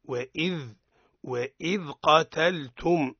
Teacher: وإذ لا نقول وإذ بل نقول وإذ. هنا الرخاوة تسمع في حرف الذال